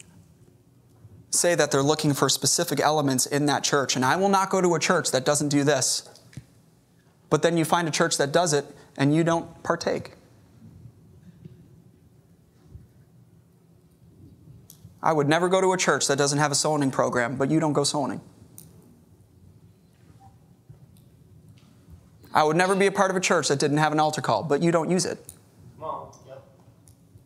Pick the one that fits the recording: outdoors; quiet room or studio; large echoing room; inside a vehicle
large echoing room